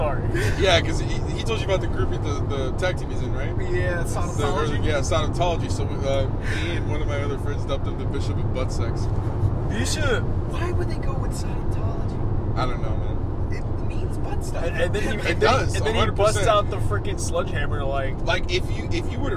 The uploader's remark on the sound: We recorded on our way back from REAL Pro Wrestling in Fort Myers, FL